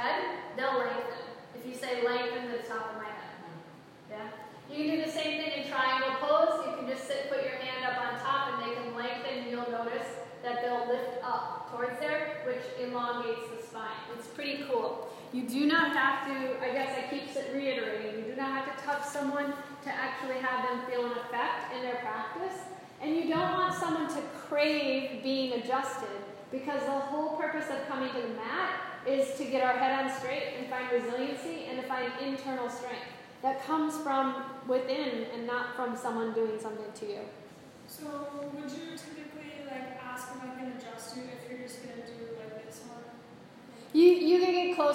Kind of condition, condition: setting, large echoing room